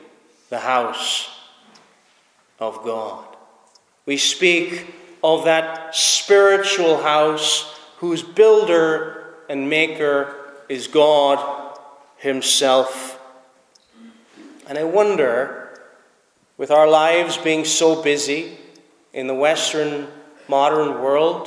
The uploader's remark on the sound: Preached at Snizort Free Church -Continuing